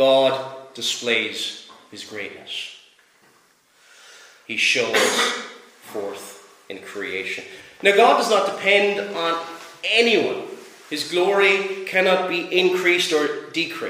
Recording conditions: large echoing room